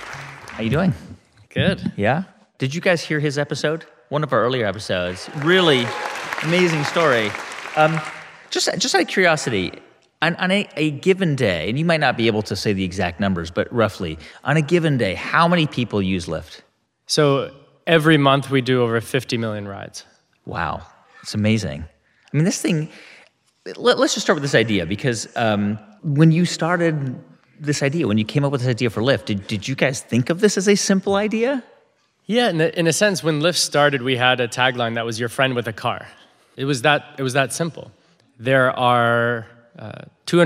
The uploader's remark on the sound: At The HIBT Summit. In front of a live audience in San Francisco.